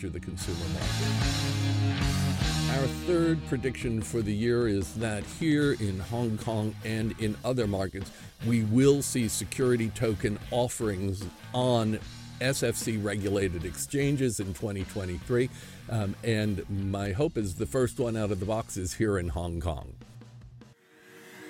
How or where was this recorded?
busy venue